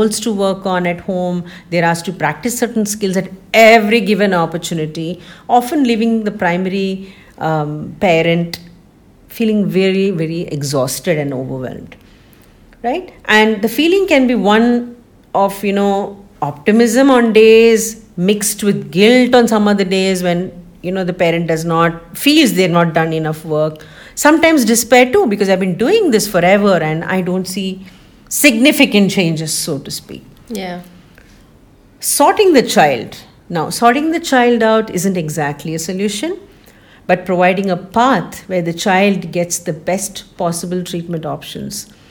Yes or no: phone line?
no